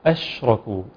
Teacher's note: ما ينفعش أفخم الهمزة في قوله تعالى أشركوا، إنما الهمزة مرققة فأقرأها كده أشركوا.